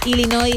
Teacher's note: Así que sin pronunciar la S final